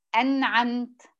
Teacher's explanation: بيكون النون الساكنة واضحة وظاهرة فيها طبعًا، لكن بتكون وضوحها وظهورها أقل من النون الساكنة عند الهمزة والهاء · Term: مرتبة وسطى